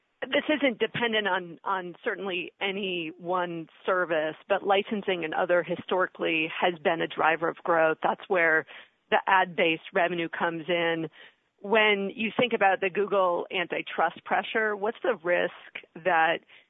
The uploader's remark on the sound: Earnings Conference Call